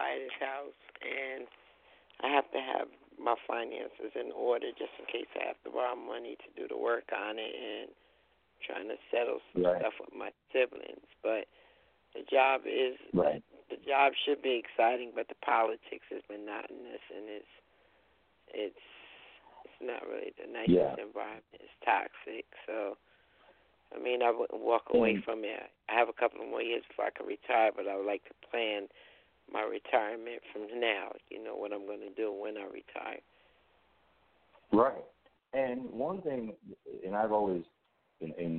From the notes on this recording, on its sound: Opens the phone lines.